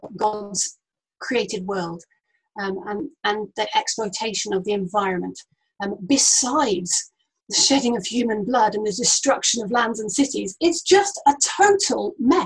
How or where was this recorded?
video call